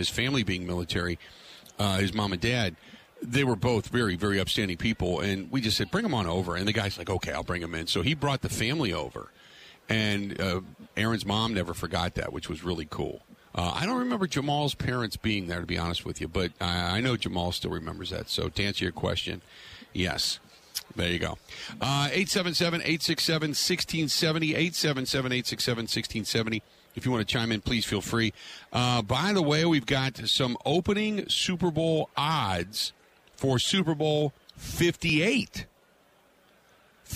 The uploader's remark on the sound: Live From Radio Row At Super Bowl 57